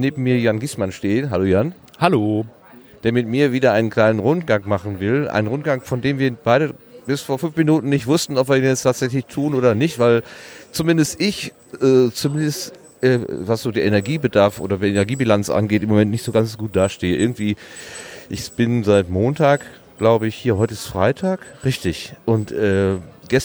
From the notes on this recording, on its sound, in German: RMN040 #33C3 Rundgang. Deswegen kommt die Aufnahme etwas weniger spritzig daher, als im letzten Jahr.